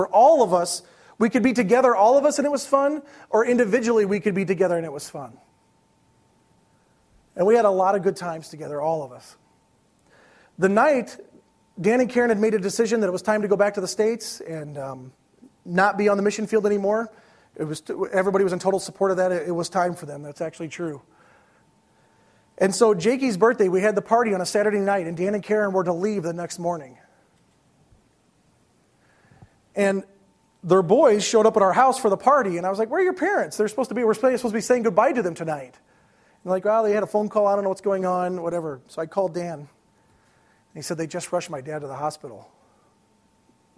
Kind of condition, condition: setting, large echoing room